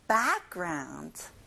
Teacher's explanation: 백이 아니라 크게 벌려서 background